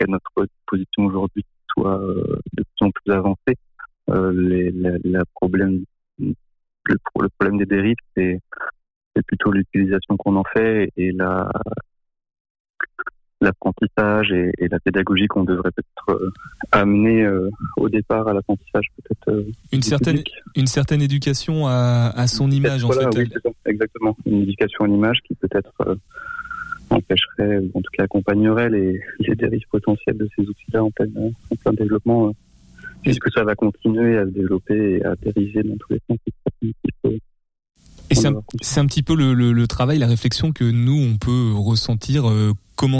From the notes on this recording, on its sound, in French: En studio. Par téléphone.